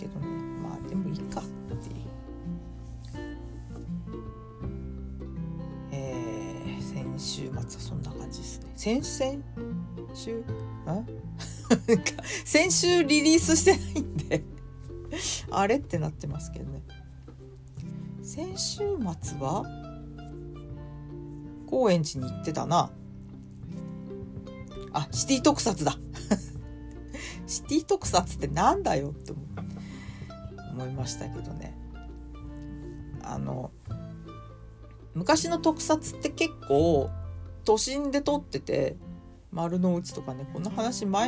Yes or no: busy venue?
no